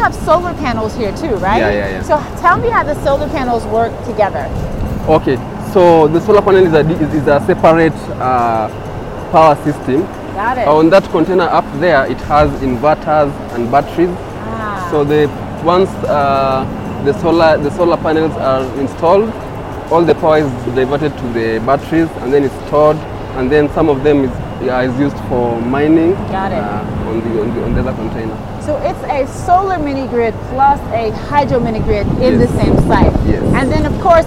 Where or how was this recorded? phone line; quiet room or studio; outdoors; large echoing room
outdoors